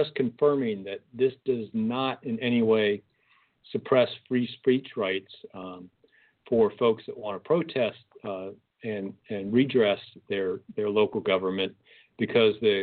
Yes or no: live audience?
no